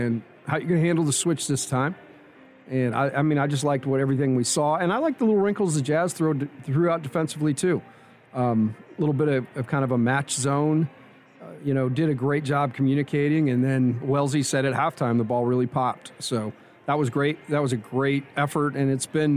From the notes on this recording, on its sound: Courtside interview. Postgame press conference audio.